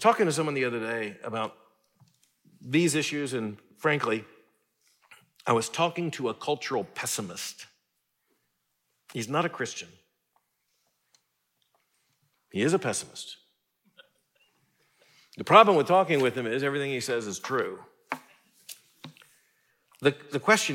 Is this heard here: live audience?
yes